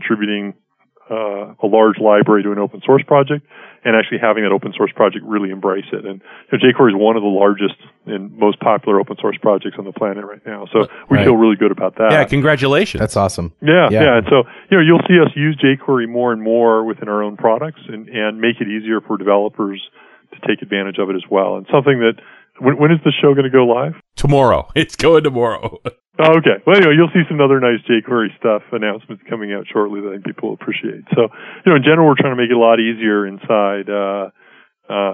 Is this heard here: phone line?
yes